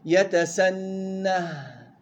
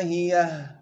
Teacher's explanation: هاء السكت، وهي هاء ساكنة زيدت في الوقف لبيان الحركة